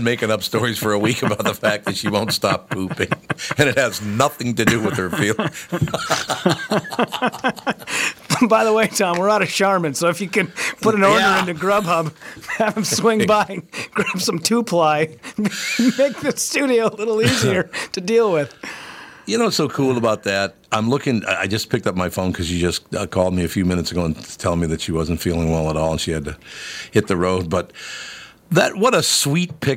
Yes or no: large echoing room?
no